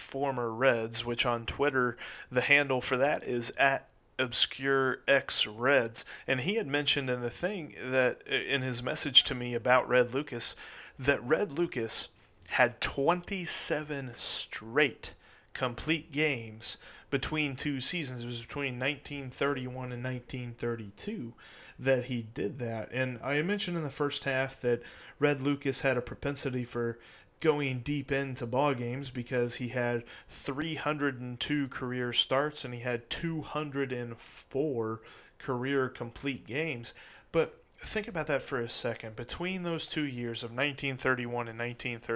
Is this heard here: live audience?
no